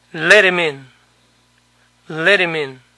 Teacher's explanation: La H de him no se pronunció. Por lo tanto, la T final de let ahora está entre vocales. Y por eso se pronunció como nuestra R.